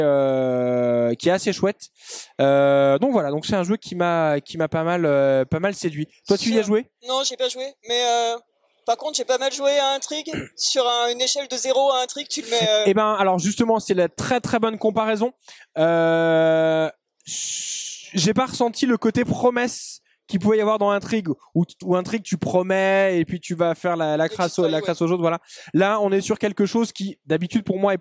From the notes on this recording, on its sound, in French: Nous sommes au Festival Professionnel des Jeux de Vichy 2023